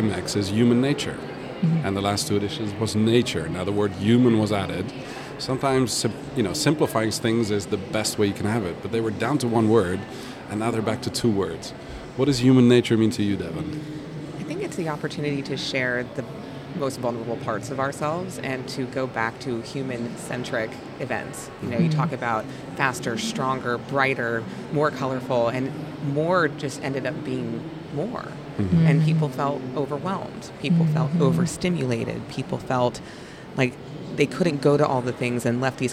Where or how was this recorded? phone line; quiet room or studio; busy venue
busy venue